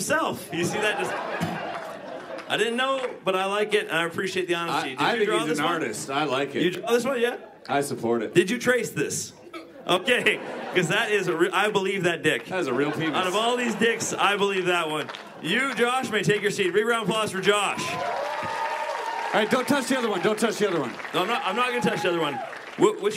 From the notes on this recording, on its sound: The World's ONLY Live Magic Comedy Podcast. Today we get to the bottom of it LIVE from Vancouver at the Rio Theatre. There are magic performances, jokes, a t-shirt cannon, confetti streamers.